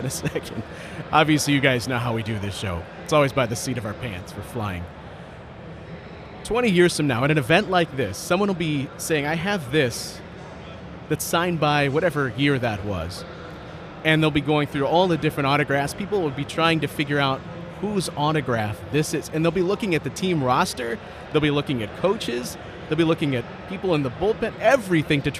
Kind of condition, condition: setting, busy venue